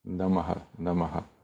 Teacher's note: So when I say the phrase namaste, there's two words, namaha. So when you say the word namas by itself, it turns into namaha